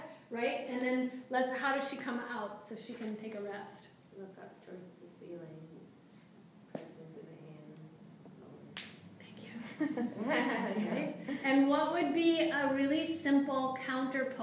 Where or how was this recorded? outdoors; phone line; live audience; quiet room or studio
live audience